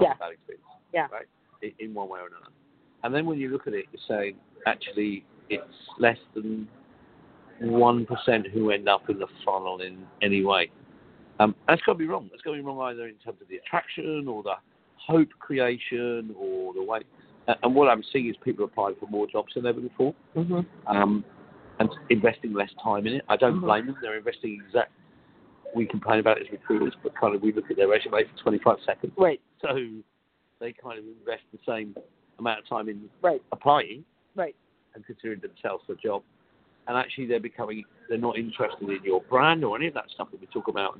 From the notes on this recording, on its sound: live from Smart Recruiters' Hiring Success Conference